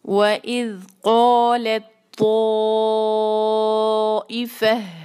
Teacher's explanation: تا اور طا آپس میں مل جائیں گے اور ہم لام کے ساتھ جو ہے پھر وہ طا کو جوائن کریں گے. · Term: ادغام متجانسین